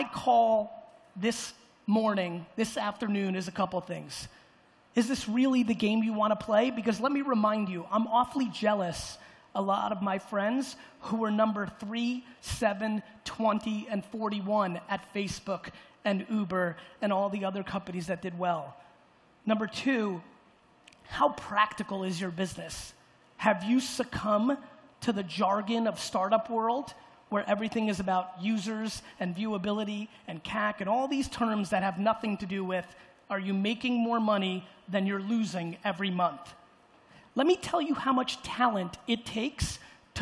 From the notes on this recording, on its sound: Keynote in UAE. Getting up in front of the crowd in Dubai.